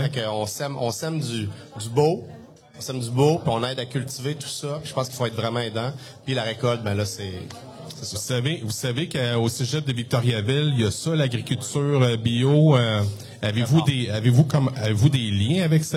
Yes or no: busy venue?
yes